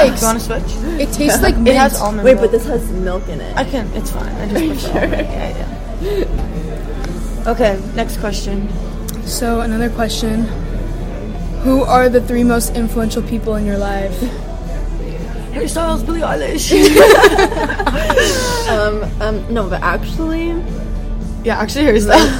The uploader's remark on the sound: live at "love you latte"